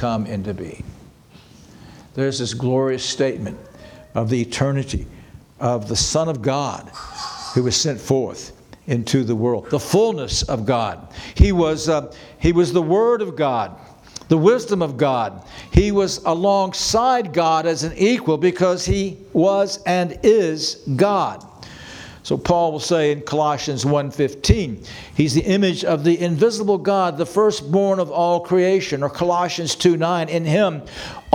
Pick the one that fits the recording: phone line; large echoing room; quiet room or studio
large echoing room